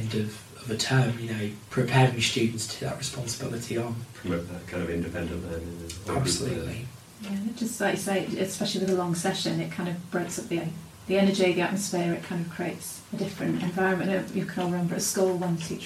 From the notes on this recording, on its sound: We're aware the audio isn't ideal